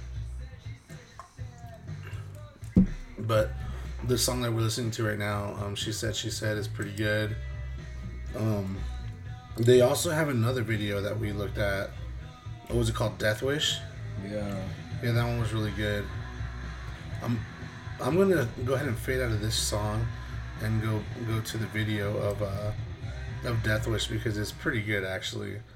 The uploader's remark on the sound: We are based out of Tucson. YEs our audio is sucks.